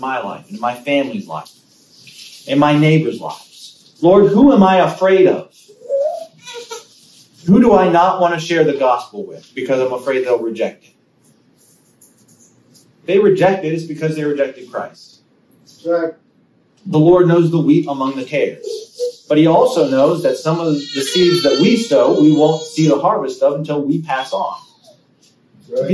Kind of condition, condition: setting, large echoing room